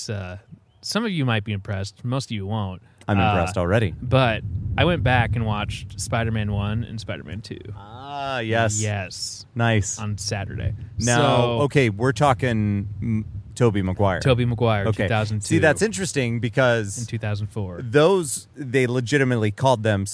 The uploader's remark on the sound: Live from the backyard!